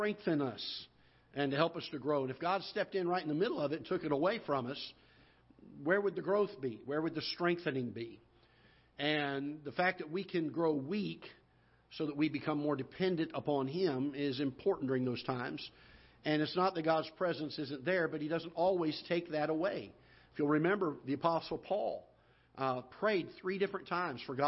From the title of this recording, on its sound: Ketha Heights Baptist Church ~ Live Broadcast